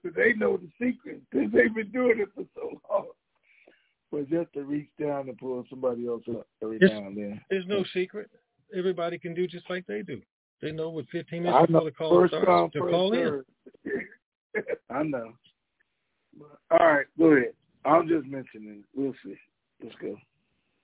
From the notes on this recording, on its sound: TNTSuperfantastic Conference Call